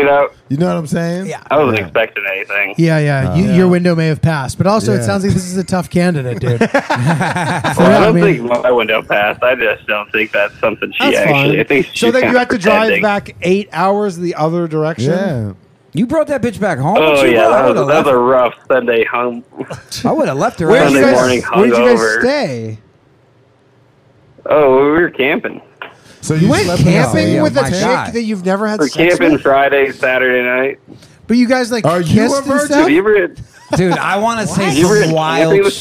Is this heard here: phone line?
yes